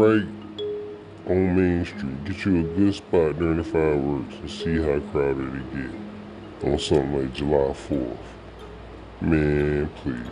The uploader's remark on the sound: Talking on The Phone In The Magic Kingdom Disney World